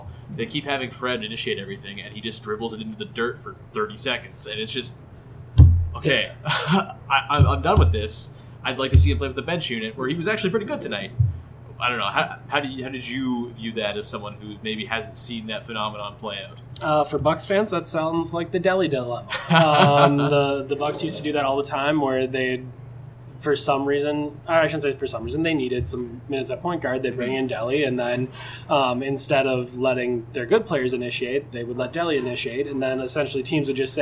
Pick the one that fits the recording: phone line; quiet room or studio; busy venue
busy venue